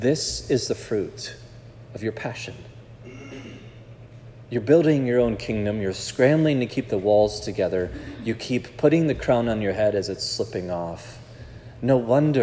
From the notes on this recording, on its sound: This sermon was preached at Providence Church